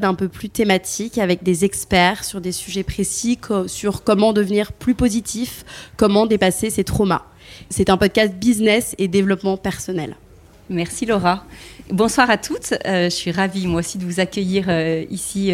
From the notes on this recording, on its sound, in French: Episode en live. Enregistré, en live, le mardi 10 octobre, au cours d’une soirée dans la boutique de Balzac Paris.